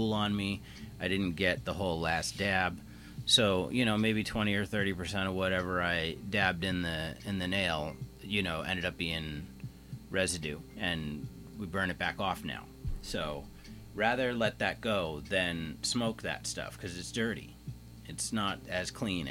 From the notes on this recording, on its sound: Joins me in the recording space to assist in testing microphones etc. It’s still a struggle to get our mic’s levels where we want them, and again I’m not bothering with shipping this one off to my Sound Engineer pal for some post production, so you’re getting a modestly improved raw audio file once more. Is a bit faint at times, due to not sitting as close to the mic as he maybe should have.